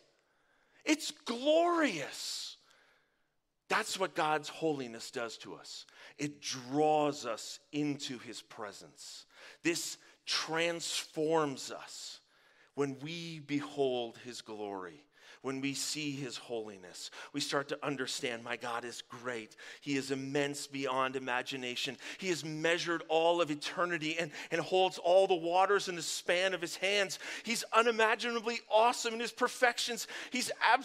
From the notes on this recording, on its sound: Live from our Dripping Springs Campus!